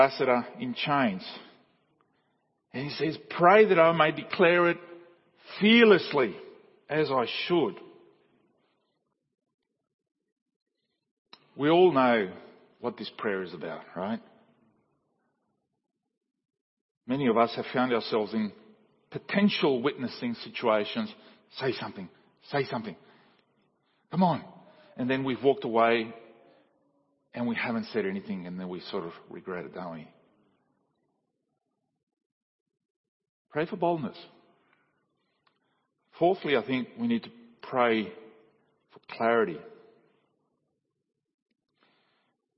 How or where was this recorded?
large echoing room